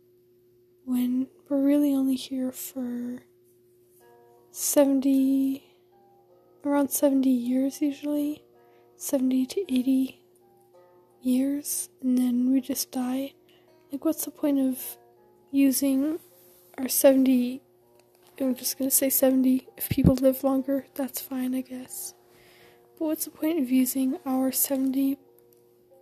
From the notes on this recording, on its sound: This is just me talking, theres some music. Sorry if I breathe into the mic.